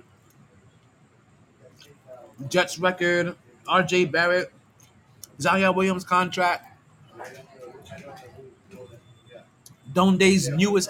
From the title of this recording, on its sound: Live From Sharkey’s, Interview in the Rain